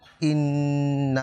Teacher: গুন্না অর্থাৎ নাকের মধ্যে নিয়ে এসে পড়া